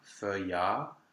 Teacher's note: Then we have the A, which is just a straight bright A, feuilla, and then the GES ending, je.